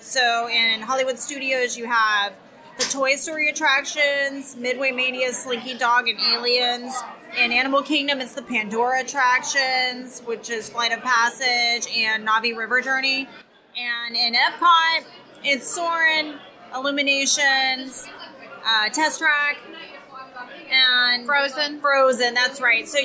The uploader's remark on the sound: we are reporting live from Columbia Harbor House